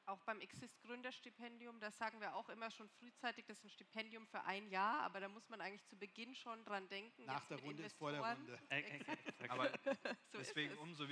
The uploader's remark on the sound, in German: LIVE Podcast auf dem InnoDay der TU Darmstadt